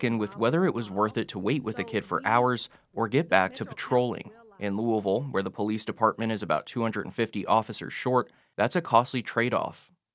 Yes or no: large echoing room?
no